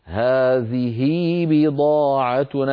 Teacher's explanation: نرى ذلك على التنبيه الرابع، تعامل العرب هاء هذه معاملة هاء الضمير من حيث الصلة وعدمها، نحو هذه بضاعتنا، نقرأها في الوصل هذه بضاعتنا بياء لفظية بعد الهاء، نشبع الكسرة كسرة هذه حتى يتولد منها ياء لفظية، طبعا في الوصل فقط